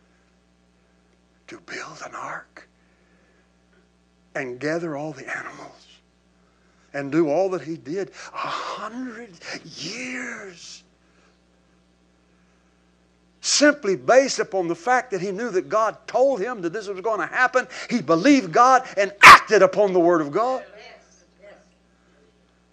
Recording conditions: large echoing room